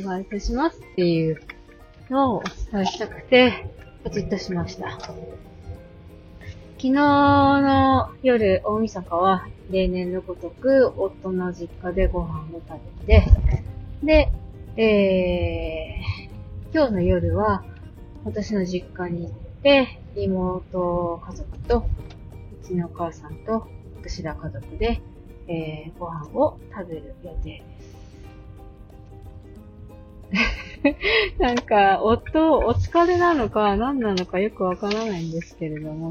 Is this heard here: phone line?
no